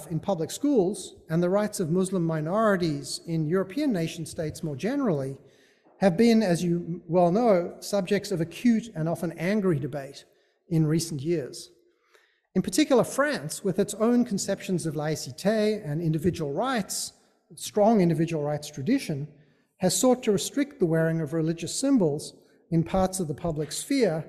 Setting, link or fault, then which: setting, large echoing room